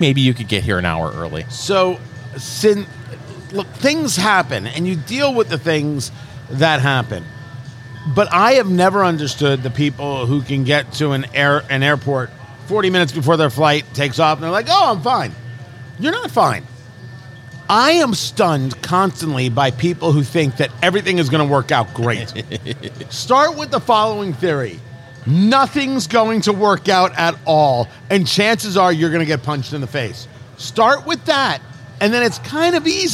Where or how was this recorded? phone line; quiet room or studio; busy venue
busy venue